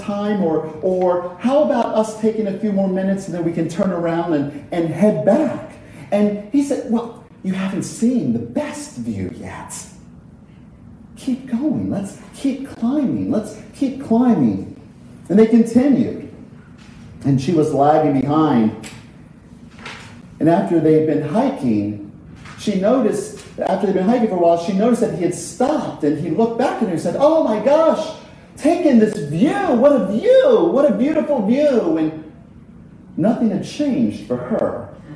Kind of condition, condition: setting, large echoing room